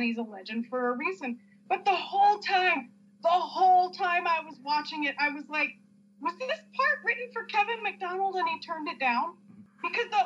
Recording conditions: poor sound quality